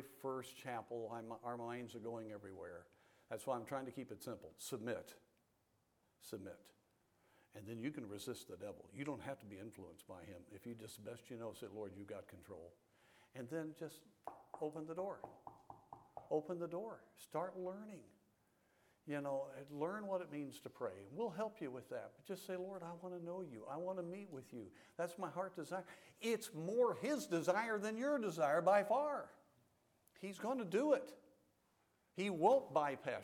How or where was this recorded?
large echoing room